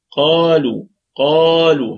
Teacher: القاف مفتوحة أتى بعدها ألف فهي في أعلى درجات التفخيم، فهي في أعلى درجات التفخيم، حرف القاف من حروف الاستعلاء، وسبع علو خص ضغط قض حصر، وسبع علو خص ضغط قض حصر.